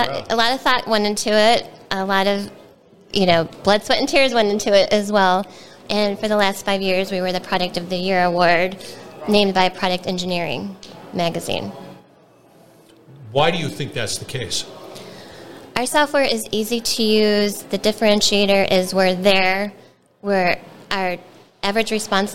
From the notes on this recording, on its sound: we're onsite at the 30th Annual SMRP conference